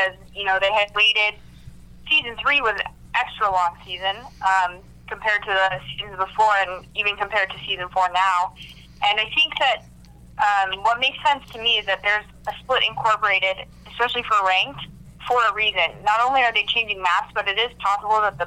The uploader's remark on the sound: have their first call in guest